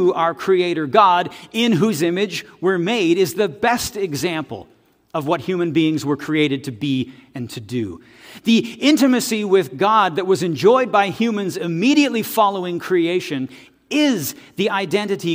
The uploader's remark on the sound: This audio is taken from the November 5, 2023 worship service at FBC Charlottetown.